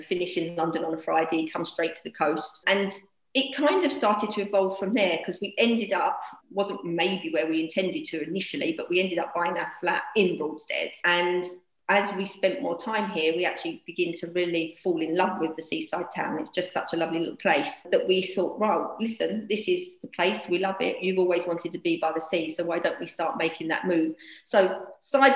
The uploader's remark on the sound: Joining me on this ZOOM call is. She'd jump on a ZOOM call with me.